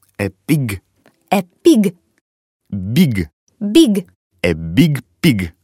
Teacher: Только не забывай звук «г» в конце слова произносить звонко